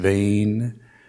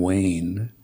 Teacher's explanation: And then V is also a little tricky. It's a sound somewhere between V as in vein and W as in Wayne.